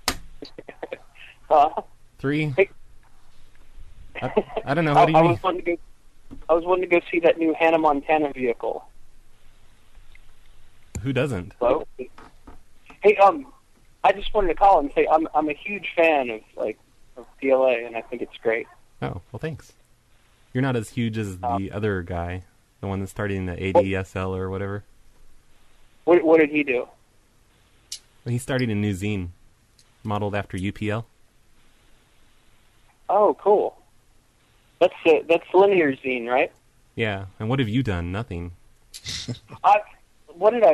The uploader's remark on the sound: Prank Phone Calls